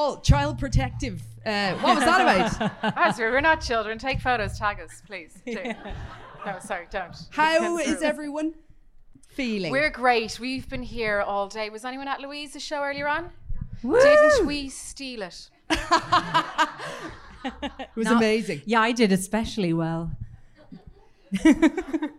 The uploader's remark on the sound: LIVE IN CORK an abridged version. We had an absolute blast in Cork THANK YOU to the lovely people that joined us.